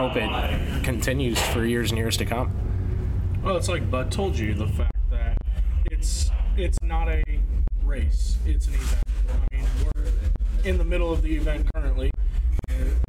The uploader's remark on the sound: Bare with us on the audio